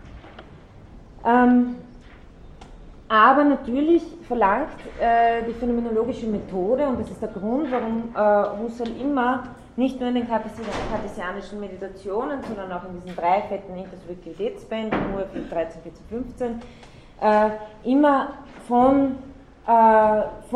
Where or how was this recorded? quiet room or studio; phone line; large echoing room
large echoing room